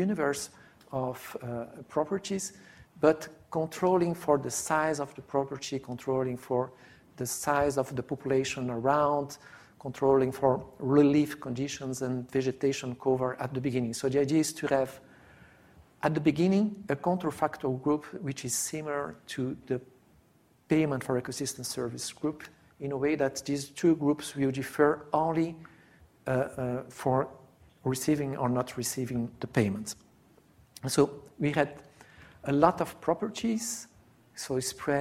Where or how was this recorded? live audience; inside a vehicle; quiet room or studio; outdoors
live audience